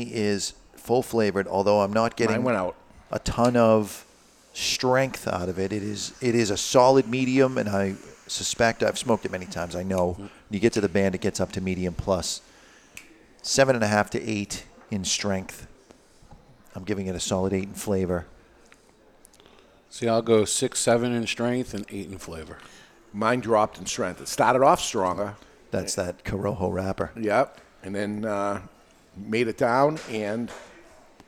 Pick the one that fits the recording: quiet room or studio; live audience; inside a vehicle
live audience